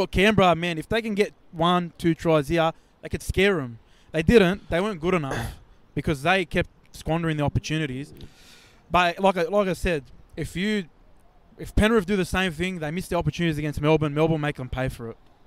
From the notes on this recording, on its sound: ON LOCATION from ANZ Stadium